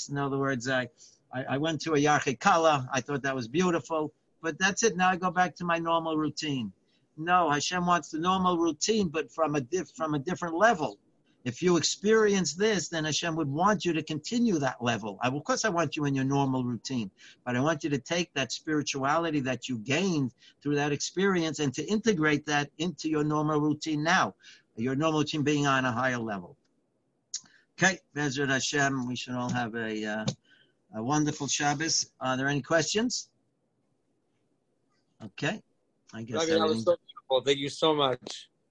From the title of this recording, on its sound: Live On Zoom: 6-4-2020